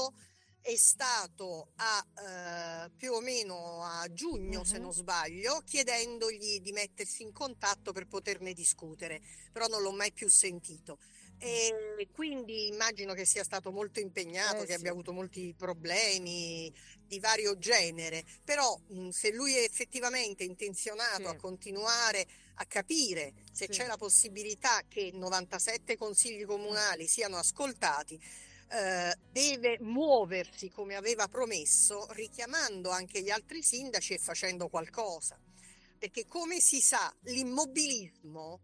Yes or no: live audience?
no